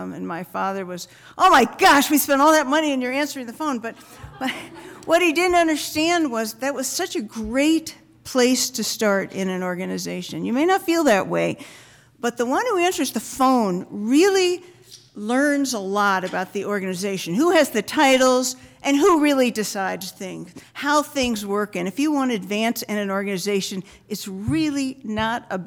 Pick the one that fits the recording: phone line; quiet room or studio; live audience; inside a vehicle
live audience